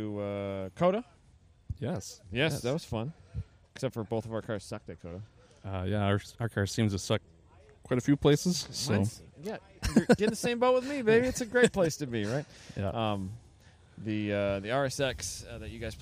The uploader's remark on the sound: In the Paddock at West Michigan Honda Meet 21